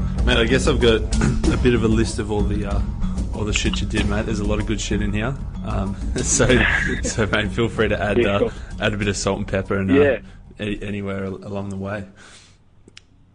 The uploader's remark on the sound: over an hour on the phone